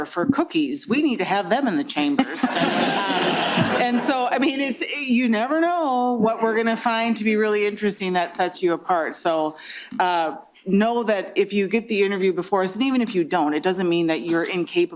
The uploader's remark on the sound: Minnesota Law annually hosts a Minnesota Supreme Court oral argument with students in attendance. Following the hearing, Minnesota Law students posed questions to the members of the Minnesota Supreme Court.